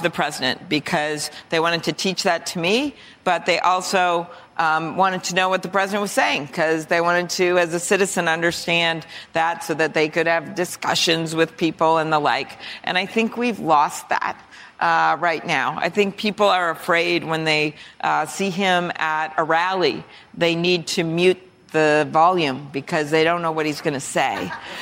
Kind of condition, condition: setting, live audience